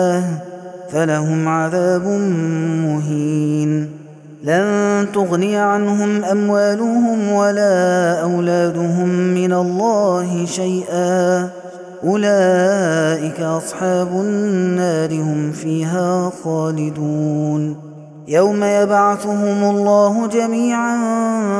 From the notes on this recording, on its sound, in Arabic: هذا التسجيل من صلاة التراويح. Taraweeh Ramadan 2021.